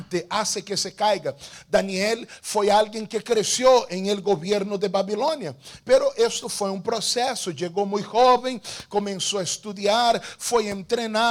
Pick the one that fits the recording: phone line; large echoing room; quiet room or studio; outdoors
large echoing room